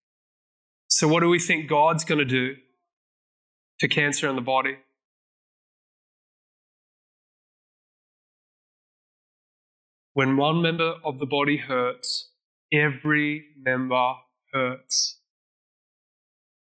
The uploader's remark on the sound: This message was recorded at Zion Church Gold Coast on Sunday 18th September 2022.